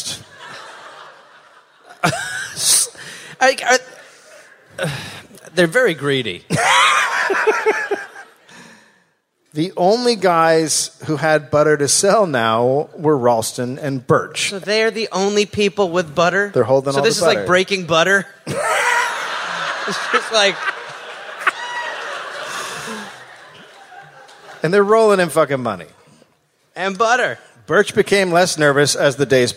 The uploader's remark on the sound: Live in Seattle.